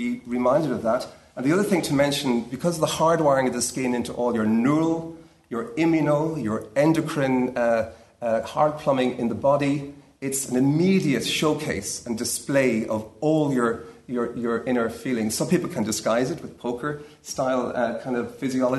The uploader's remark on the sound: Framing Ageing Conference (Panel 3 - Successful Ageing and Technologies of the Self). At the Framing Ageing conference in UCD.